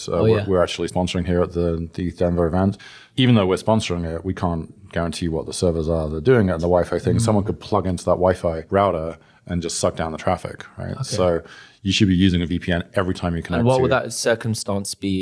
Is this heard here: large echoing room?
no